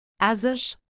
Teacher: When S appears between vowels, it is pronounced as Z